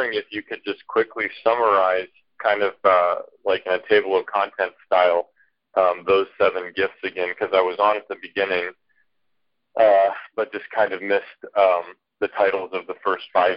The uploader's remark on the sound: 2019 New Years Day Phone Conference